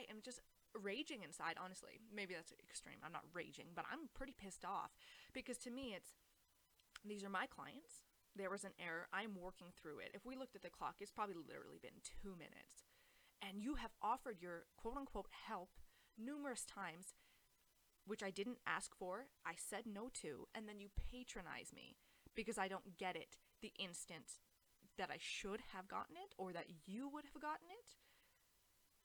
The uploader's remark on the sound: mic problems